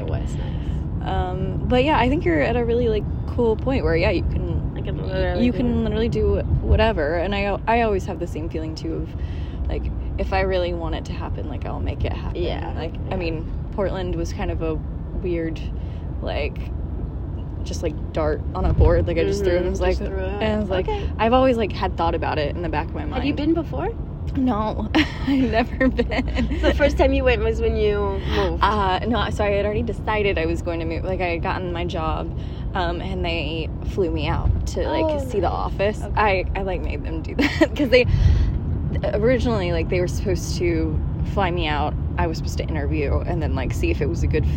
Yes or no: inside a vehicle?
yes